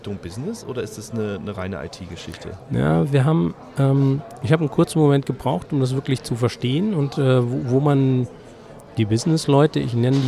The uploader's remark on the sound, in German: die auf der DevOpsCon in München im Dezember 2019 aufgezeichnet wurde